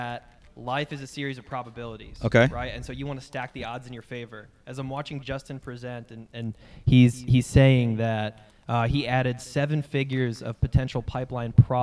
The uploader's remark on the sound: Live from Globe Life Field!!! As always we end each day with a live podcast where we let get the guest involved and this year was no different.